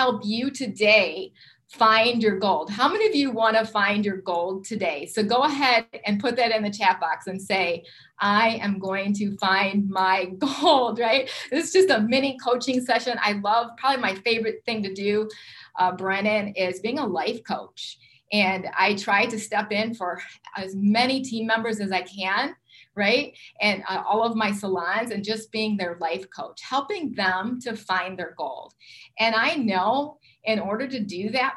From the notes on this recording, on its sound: Webinar Teaching Recording. Gain live feedback from listeners with an interactive poll and chat box!